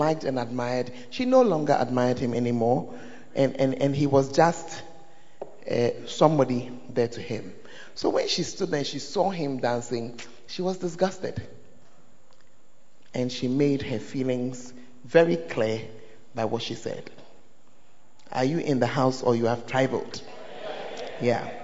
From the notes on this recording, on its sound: Preached At First Love Church Ayeduase; Charisma Service